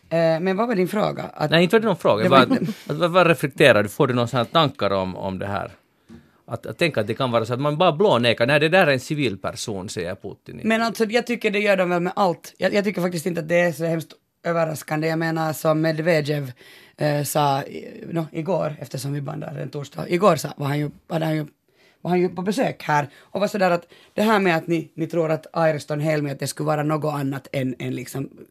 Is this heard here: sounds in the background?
no